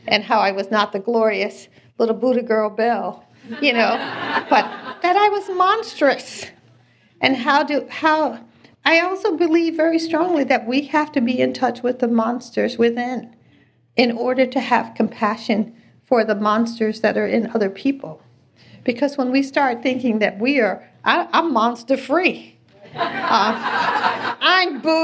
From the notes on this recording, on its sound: This conversation was recorded live at the JCC Manhattan in 2017.